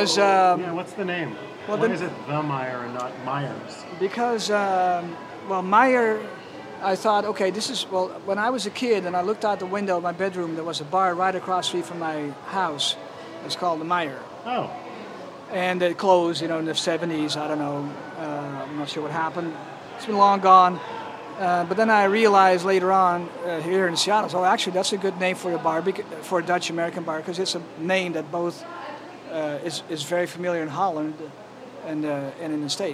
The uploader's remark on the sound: A special guest from Seattle's bar scene. Recorded live at Zoo Tavern on 7/7/2022.